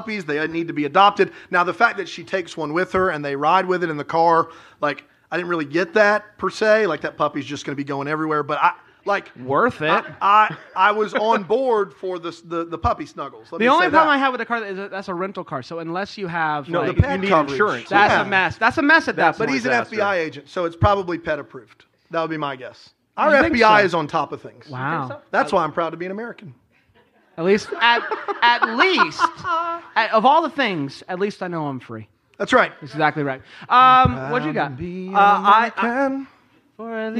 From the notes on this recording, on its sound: LIVE from Raleigh, NC. This episode was recorded live in Raleigh, NC!